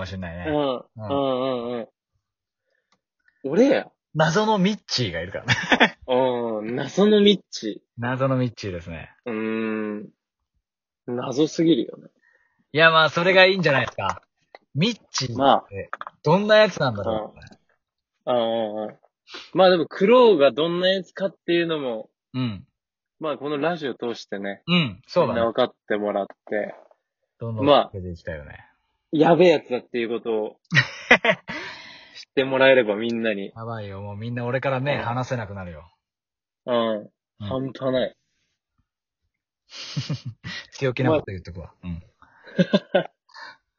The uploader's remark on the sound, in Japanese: リモートで編集無しの一発録りでお送りします